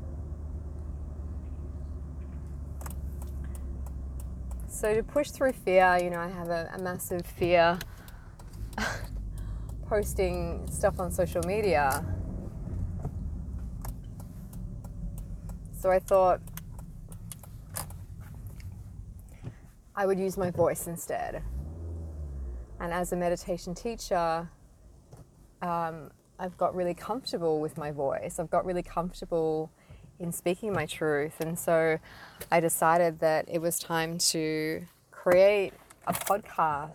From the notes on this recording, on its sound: recorded in my car, hardly perfect